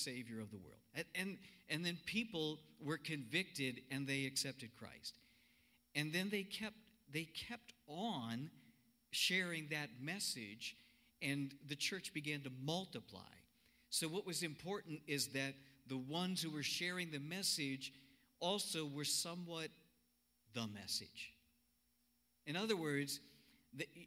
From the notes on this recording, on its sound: Cornerstone Fellowship Sunday morning service, streamed live on Oct 25, 2020.